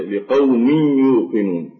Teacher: فمثلا عندما نقول في قوله تعالى في الإدغام لقوم يوقنون، فهنا الميم بعدها تنوين وجاء بعدها يوقنون، فندغم التنوين هنا أي ننتقل به إلى حرف الياء فنشدد الياء فتصبح ياءين، يرتفع اللسان عندهما ارتفاع واحدة · فتنوين يحدث ولكنه تبقى فيه الغنة، يعني يبقى مخرج الهواء من الأنف ساريا